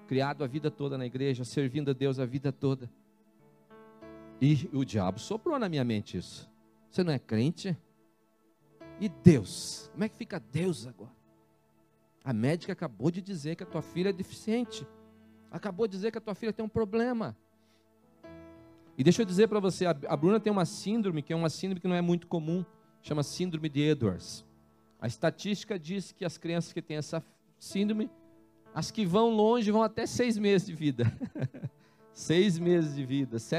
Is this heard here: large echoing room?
yes